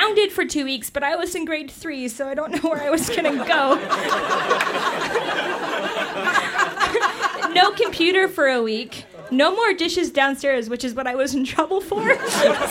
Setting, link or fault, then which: setting, busy venue